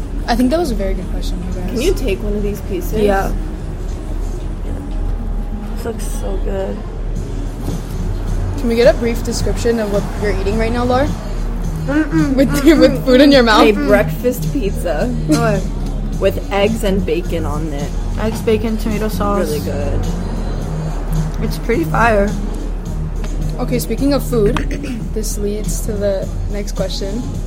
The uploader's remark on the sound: live at "love you latte"